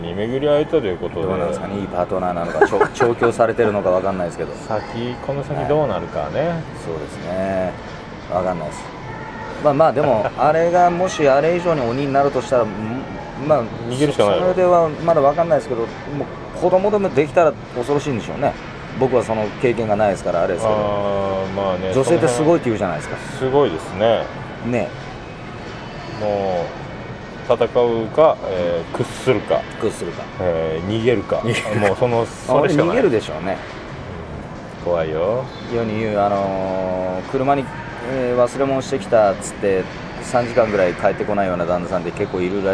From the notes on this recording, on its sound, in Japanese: 録って出しでございます。2年連続でヒルトンの高額軽食とコーヒーを楽しみついでに収録をしております。